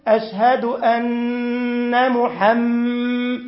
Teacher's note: في أن مشددة، أشهد أن محمد، أن في غنة